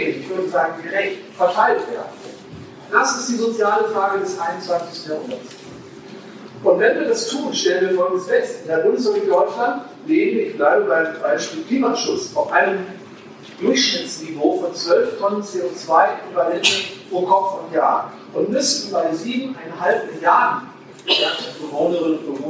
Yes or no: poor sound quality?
yes